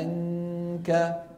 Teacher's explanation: أقصى اللسان سادد المخرج بالنسبة للكاف، والصوت كاملا من فين عم يروح؟ من الخيشوم · Term: إخفاء